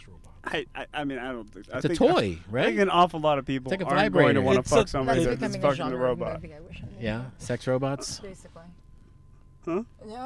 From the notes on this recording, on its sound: Recorded at Thank You Miami